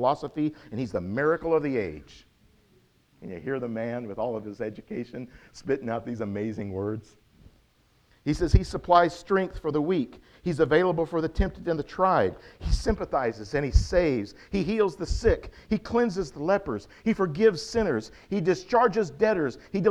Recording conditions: large echoing room